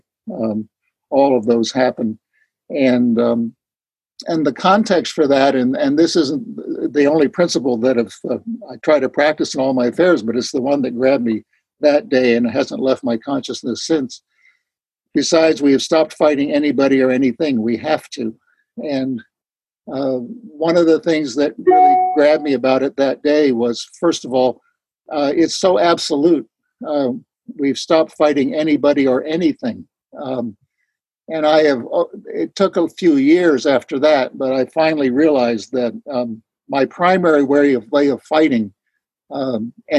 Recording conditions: video call